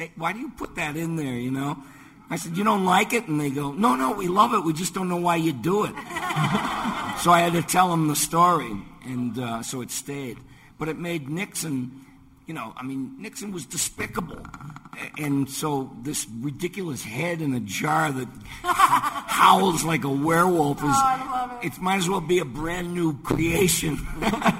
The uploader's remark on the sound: Live from FanExpo Denver. At their very first LIVE podcast recording. Our live audience. We welcomed our audience to create voices for original characters fans of the show submitted!